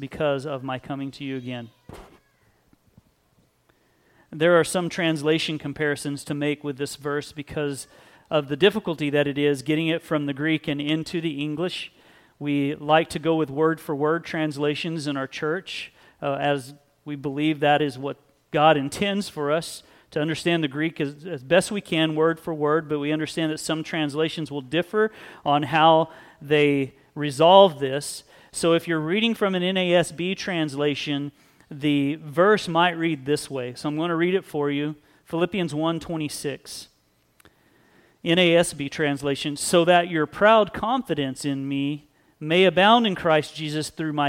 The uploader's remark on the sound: Sunday Service